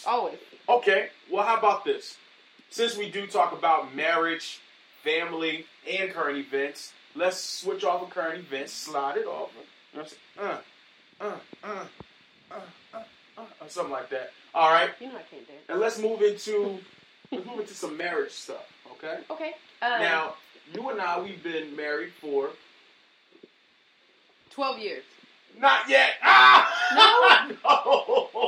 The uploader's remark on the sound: Rough Audio from our Live Sessions